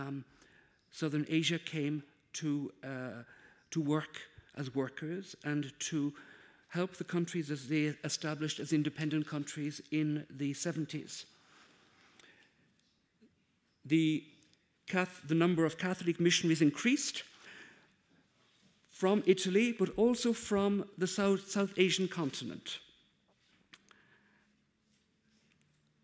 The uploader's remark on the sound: Conference given on April, 13th at Casa Árabe in Madrid